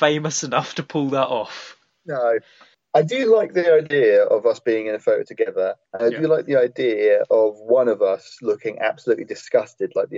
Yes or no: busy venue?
no